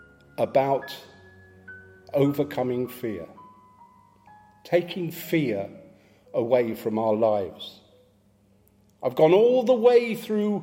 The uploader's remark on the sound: Live from St Matthews.